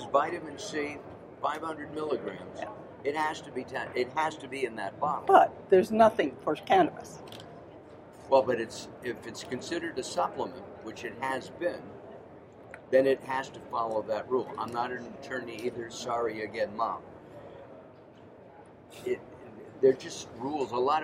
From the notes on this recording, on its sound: LIVE from Supple Side West in Las Vegas